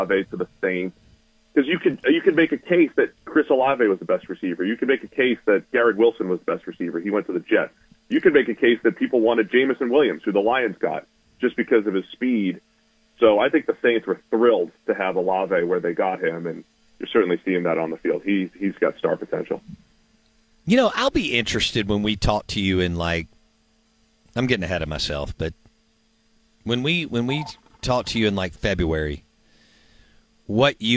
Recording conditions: phone line